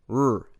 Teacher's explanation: alveolar, as in the standard American rrr